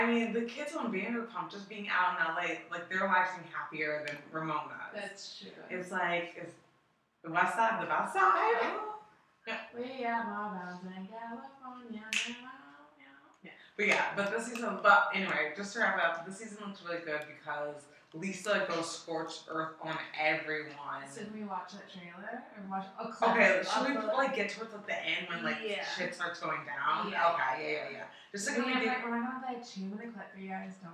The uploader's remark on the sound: Technical difficulties to say the least but we got her done.